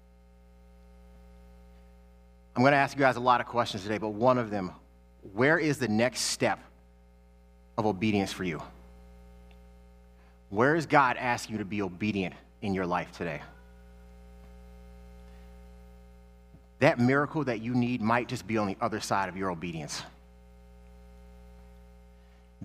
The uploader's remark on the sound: Sermons that he preached at New Life Church in Lakewood, Ohio.